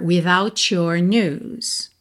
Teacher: Então, olha esse your aí juntando T final de without com your